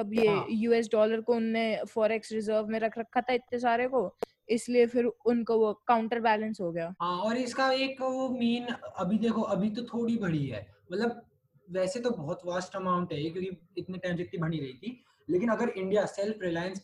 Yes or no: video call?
yes